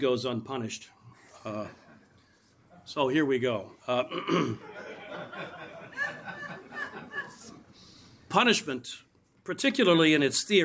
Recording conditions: live audience